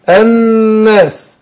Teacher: النون مشددة تاخد غنة حركتين